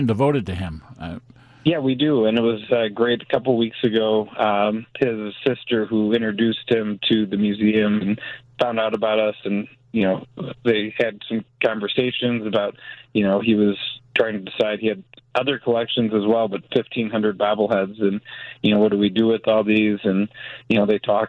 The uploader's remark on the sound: joins the conversation over the phone